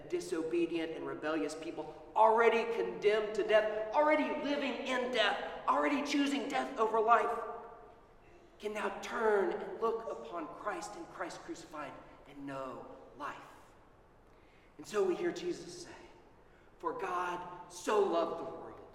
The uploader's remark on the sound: Sermon at Holy Trinity Anglican Church on Trinity Sunday 2021.